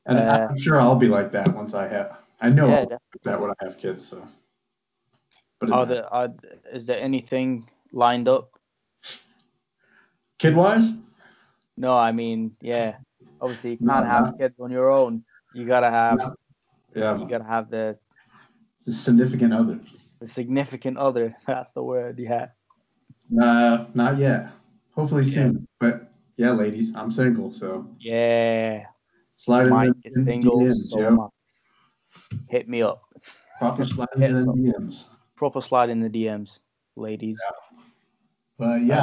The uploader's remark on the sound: Apologies on the technical poorness and bad quality, we're exploring different platforms where we can deliver this through.